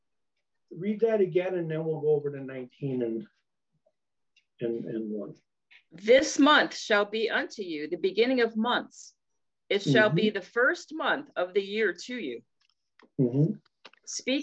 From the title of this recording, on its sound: Oceanside Zoom Class